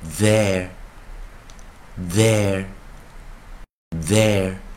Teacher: 如果是代名词的时候，我们念 z zz。啊，如果说无声的话是念夹住舌头的 s 啊那如果 th 有声是夹住舌头的 z